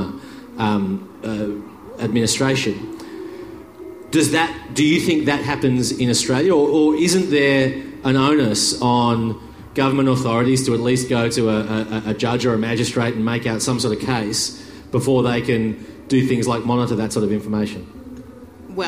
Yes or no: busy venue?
yes